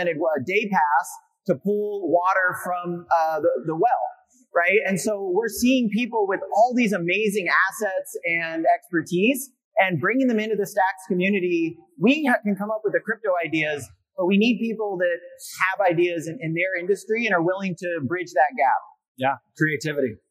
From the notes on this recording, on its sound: Bitcoin Unleashed Panel. Sorry about the janky audio from the panel - we did our best to clean it up the best we could.